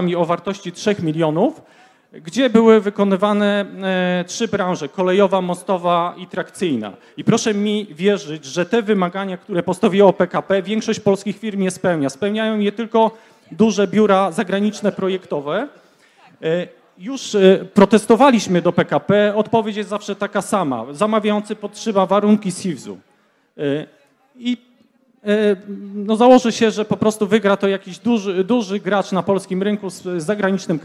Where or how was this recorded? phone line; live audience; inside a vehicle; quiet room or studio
live audience